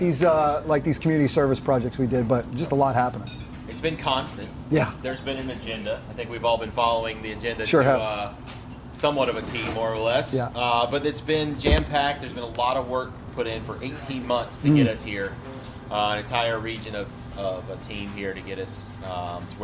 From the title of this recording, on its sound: Live from the F3 10-year celebration in Wilmington